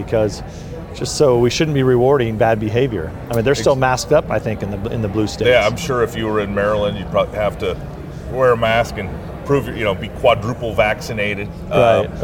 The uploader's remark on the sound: This episode was recorded at CPAC Texas.